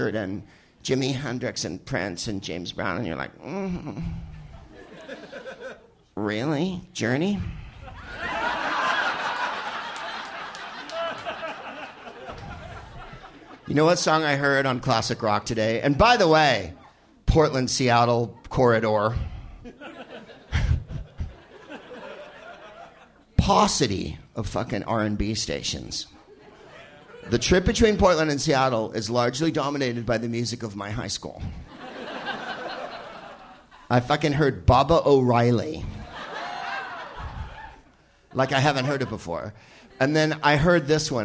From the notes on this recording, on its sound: Live from The Crocodile in Seattle